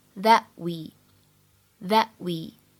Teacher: 当 that 和 we 出现在一起这个时候呢，我们说后面的半元音在某种程度上呢抑制到了前面的这样一个爆破音的发音 · Term: 不完全爆破 · IPA: /ðæt/ /wiː/